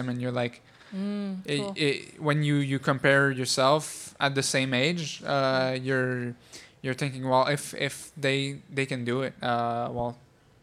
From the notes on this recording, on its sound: Live chat from downtown Montreal at Soboire. Live from the Grand Prix Cycliste de Montréal. Live chat from downtown Montreal at Soboire.